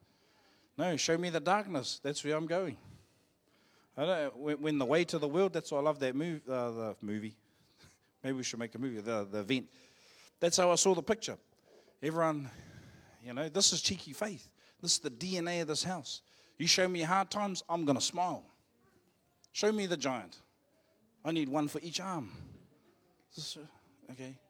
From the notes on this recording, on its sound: Live From IwiTapu Destiny Church Hawkes Bay